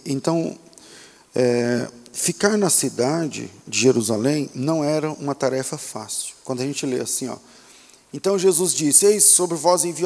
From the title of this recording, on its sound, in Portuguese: Culto ao vivo